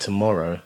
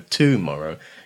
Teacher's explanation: Say the word like tomorrow has got the, it needs to have the stress on the second syllable · Shown in: first take · You can't go tomorrow.